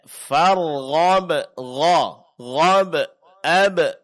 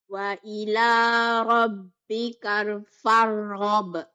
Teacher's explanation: pengucapan kol-kola, suara memantul pada ba sukun, di akhir ayat